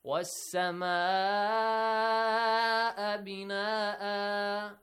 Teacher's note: Wassama'a for six counts, or at least five counts, you have to stretch. · Term: wajib muttasil